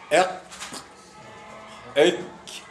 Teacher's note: من أقصى اللسان تخرج القاف والكاف